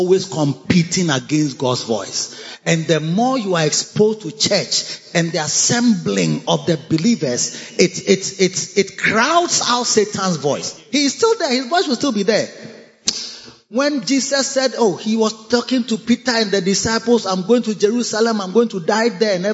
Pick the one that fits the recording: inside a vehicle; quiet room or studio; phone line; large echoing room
large echoing room